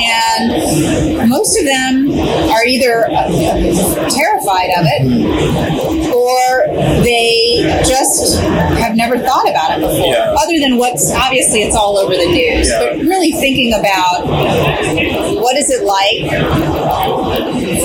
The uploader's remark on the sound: LIVE AT NAA